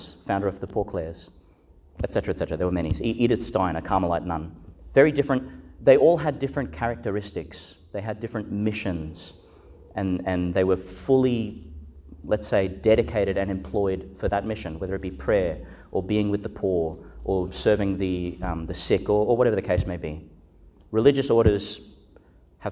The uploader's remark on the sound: Delivered (at the evening Mass) in Our Lady Star of the Sea Church, Gladstone. Homily for the Nineteenth Sunday in Ordinary Time, delivered (at the evening Mass) in Our Lady Star of the Sea Church, Gladstone.